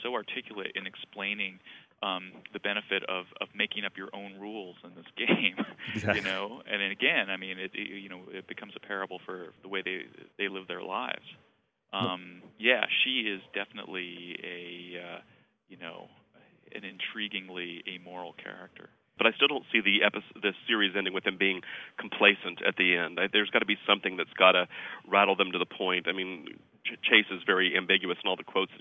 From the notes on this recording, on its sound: I talked by phone.